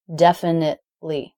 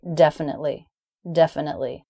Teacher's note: in the word definitely, I'm making a stop T. That's a third kind of T.